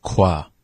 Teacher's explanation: That sound is more at the back of your throat than the front of your mouth. · Term: uvular